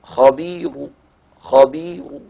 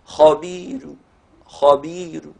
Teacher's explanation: لو أنا وصلت لحفص الراء المضمومة تفخم قولا واحدا · Shown in: first take · Term: التفخيم